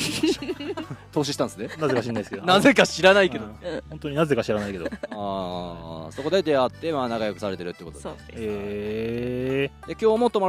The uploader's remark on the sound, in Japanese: 今回は茨城を抜け出して栃木のキャンプ場からお届け！久しぶりのまともなキャンプで気温も涼しく快適な場所での収録。